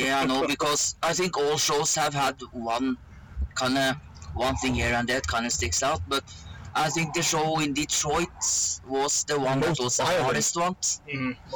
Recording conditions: poor sound quality